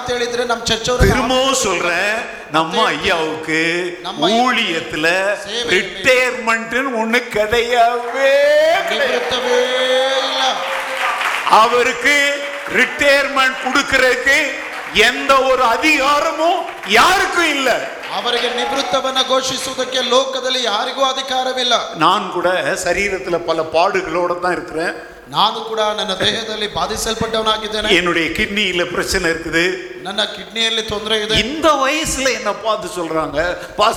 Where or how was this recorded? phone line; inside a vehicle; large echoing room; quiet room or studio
large echoing room